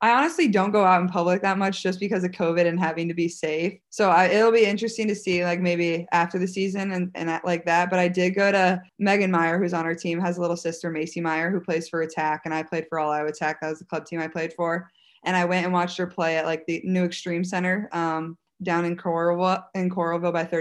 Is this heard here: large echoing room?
no